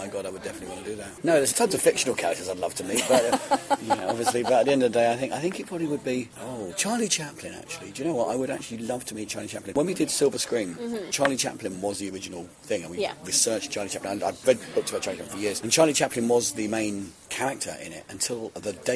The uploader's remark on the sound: With a microphone at MCM Expo, the big comic con down in London.